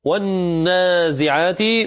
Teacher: النون هنا فيها غنة لأنها مشددة